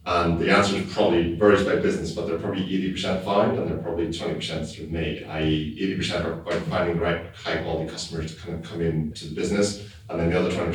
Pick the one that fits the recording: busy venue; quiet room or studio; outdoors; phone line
busy venue